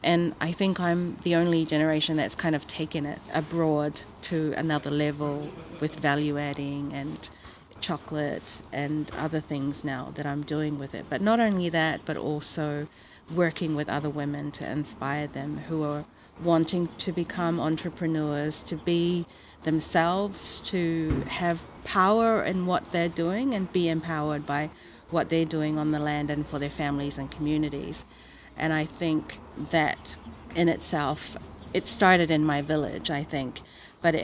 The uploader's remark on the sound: This RAW episode is quite raw indeed: The interview was taken just outside the Tauranga food show, and you'll hear some background sounds. The seagulls gave a concert especially at a crucial point of the conversation!